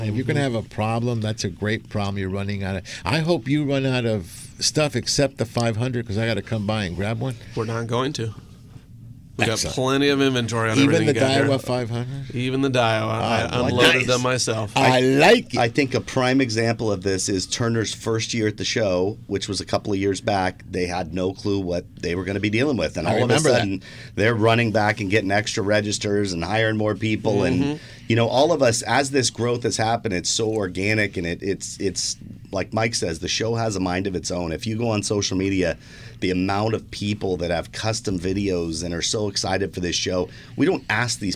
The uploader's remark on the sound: "LIVE" from Angel Stadium in Anaheim, CA. On AM 830 KLAA.